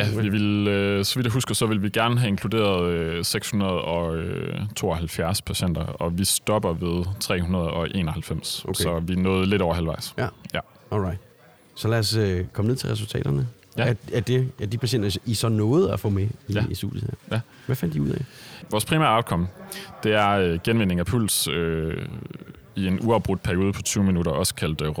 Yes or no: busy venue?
yes